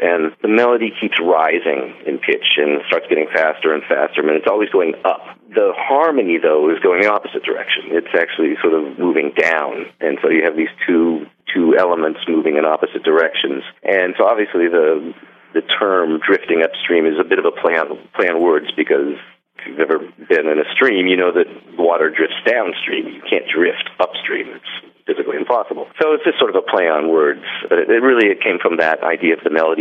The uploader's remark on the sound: called in to that cozy radio studio